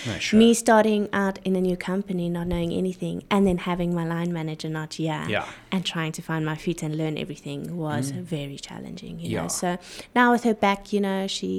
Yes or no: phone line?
no